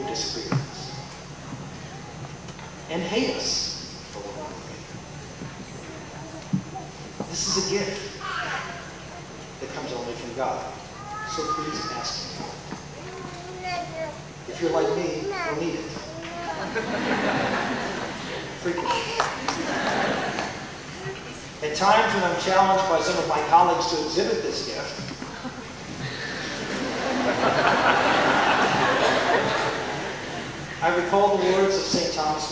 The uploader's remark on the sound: delivered the commencement address to the 2003 graduates of Christendom College